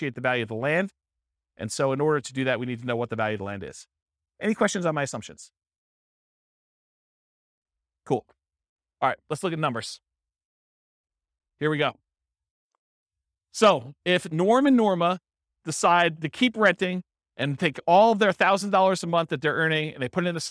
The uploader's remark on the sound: This was a live class recorded